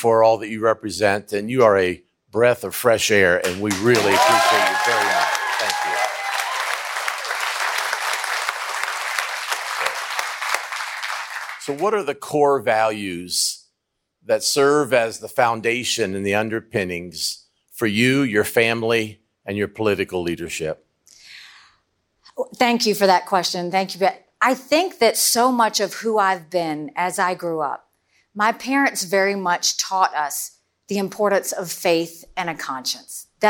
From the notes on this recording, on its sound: CNN Republican Presidential Town Hall.